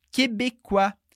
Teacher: no masculino a gente teria québécois sem o z do final